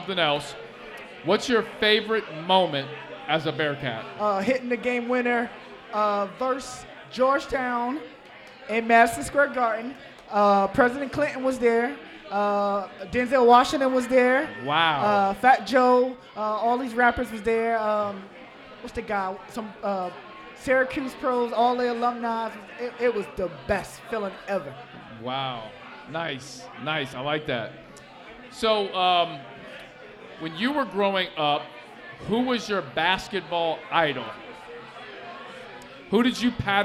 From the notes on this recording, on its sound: live at Mio's